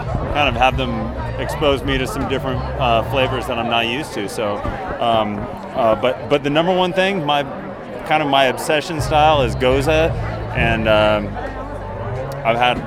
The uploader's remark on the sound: at Ska Brewing 20th Anniversary